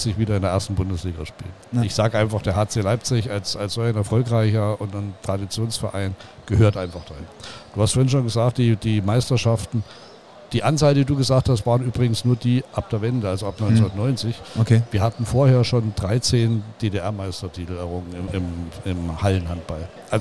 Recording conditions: busy venue